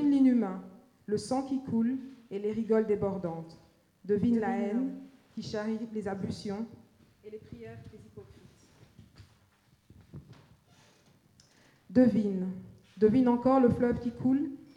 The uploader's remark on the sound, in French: Slam enregistré lors de l'évènement Intersectionnalité TMTC le 28 Juin 2015 au PianoFabriek à Saint Gilles (Bruxelles)